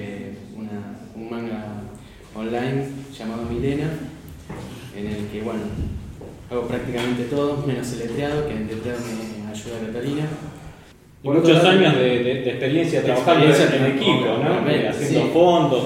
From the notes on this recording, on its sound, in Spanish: Después de tener el cuarto encuentro en Gcomics Meetup, les traemos lo que fue la charla